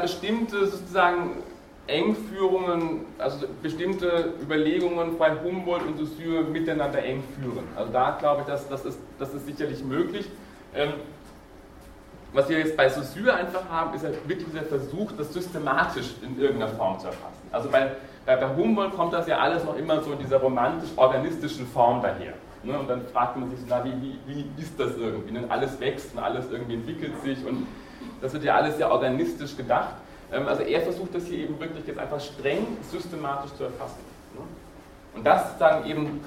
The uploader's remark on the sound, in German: Diese Vorlesung wurde von Studierenden aufgenommen